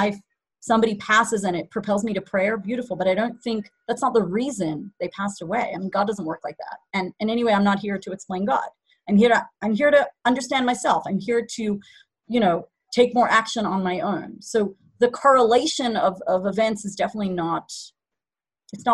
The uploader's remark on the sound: Zoom Class